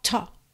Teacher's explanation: o L dessa palavra talk também não é pronunciado